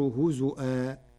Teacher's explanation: قرأ ورش كلمة هزوا بهمز الواو فتصير هزؤا